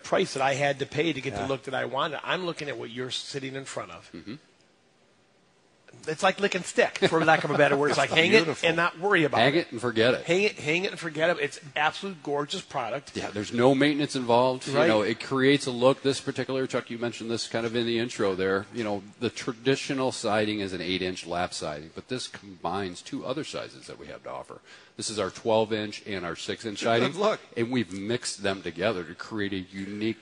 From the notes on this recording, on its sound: Live from Taylor Doors in Sterling Heights